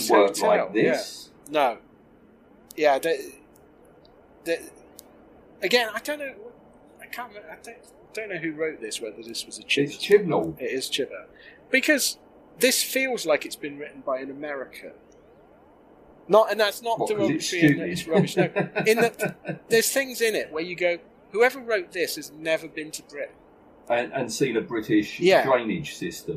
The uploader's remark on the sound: Apologies for the sound quality on this one, might of had a problem with the “web”.